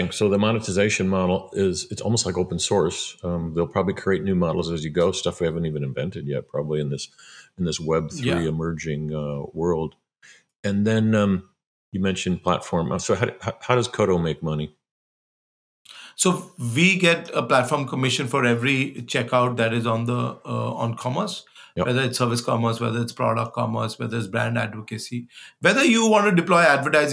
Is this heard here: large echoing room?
no